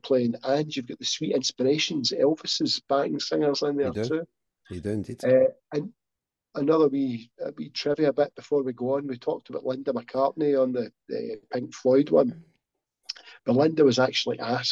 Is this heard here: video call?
yes